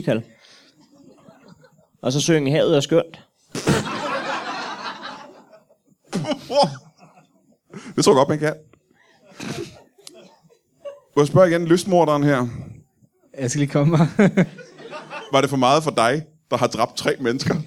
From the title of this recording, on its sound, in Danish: LIVE fra Zulu Comedy Festival